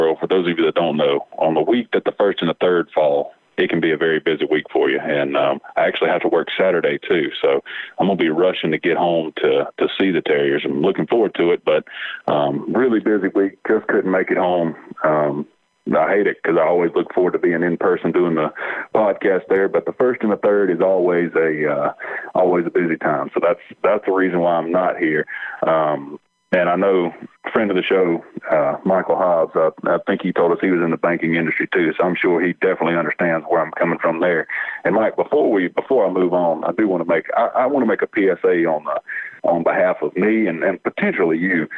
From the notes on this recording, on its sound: Solo in the recording process at home. On the phone line.